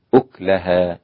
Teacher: فيصير النطق بها أكلها، بإسكان الكاف أكلها